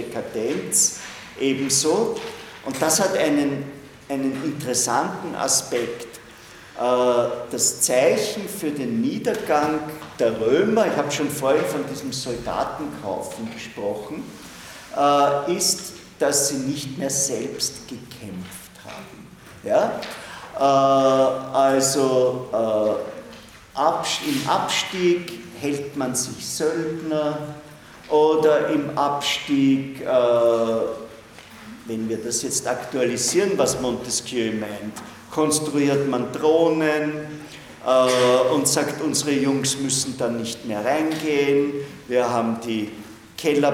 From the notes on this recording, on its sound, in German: Diese Vorlesung wurde von Studierenden aufgenommen